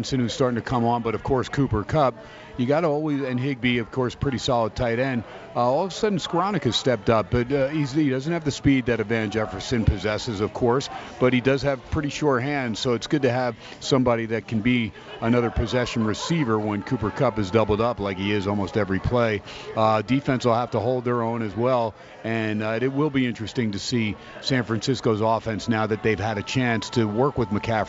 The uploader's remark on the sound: "Live" from Steiners Pub